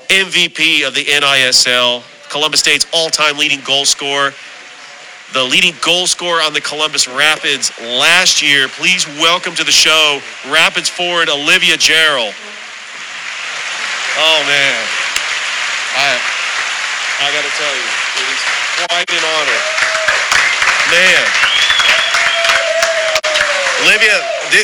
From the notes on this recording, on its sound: Live show at Ivy Park Sports Bar and Grill.